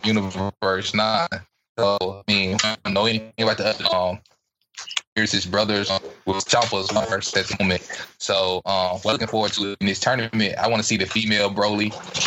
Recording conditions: poor sound quality